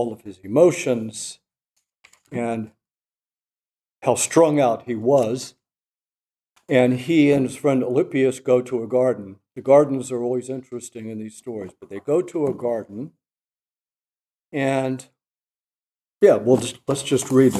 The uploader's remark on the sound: This lecture was given on June 15, 2023, at the Dominican House of Studies in Washington, D.C., as part of the 2023 Civitas Dei Summer Fellowship.